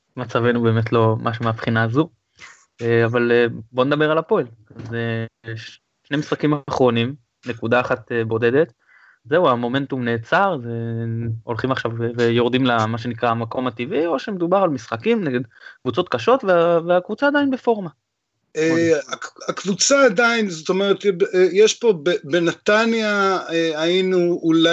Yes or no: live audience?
no